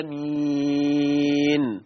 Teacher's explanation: فمد البدل 2 حركات كما قال أهل العلم